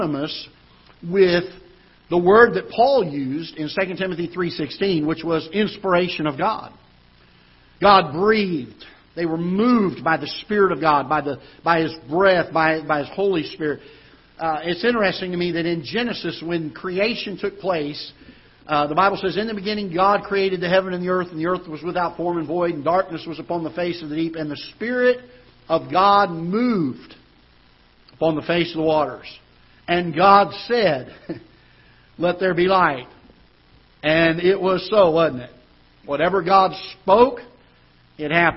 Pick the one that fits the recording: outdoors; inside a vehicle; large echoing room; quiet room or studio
large echoing room